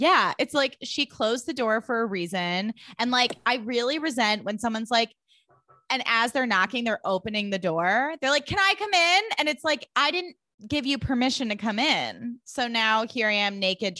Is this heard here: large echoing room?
no